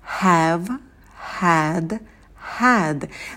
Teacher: На звуке h добавляем лишь ваше дыхание, это очень легкий звук. И потом у нас идет звук лягушка «э», когда челюсть падает вниз и быстро встает на место.